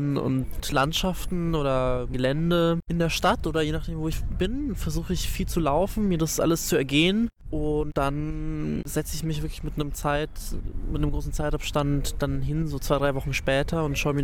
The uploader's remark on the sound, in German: Poets' Corner auf dem Poesiefestival. Auf dem Poesiefestival in Berlin.